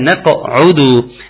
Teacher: ترقيق النون قلقلة القاف تحقيق ضمة العين والدال تساوي الضمتين